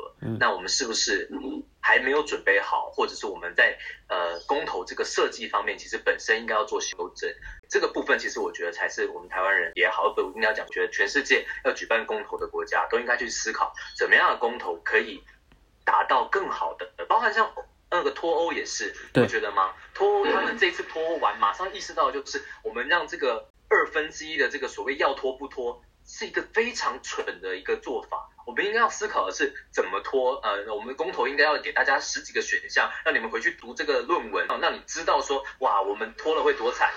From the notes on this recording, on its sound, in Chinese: 抱歉由於越洋訪問所以今天收音出了問題